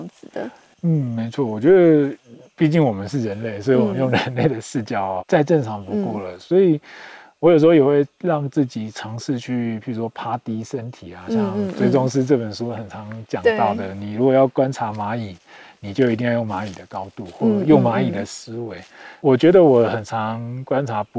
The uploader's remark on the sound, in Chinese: 本集非常特別，我們來到山林中錄音。在戶外席地而坐。